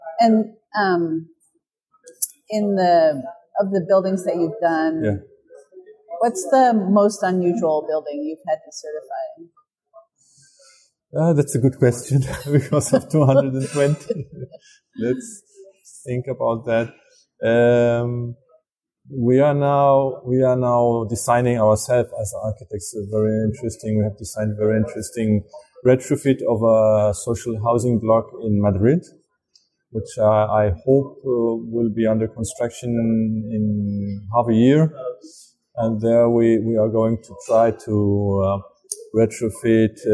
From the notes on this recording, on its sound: Special bonus episode recorded at the 26th International Passive House Conference.